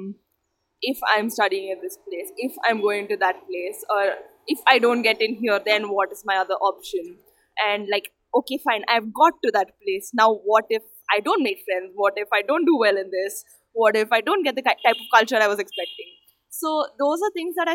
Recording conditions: background noise